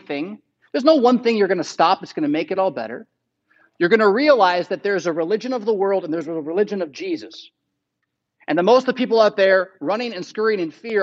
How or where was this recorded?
large echoing room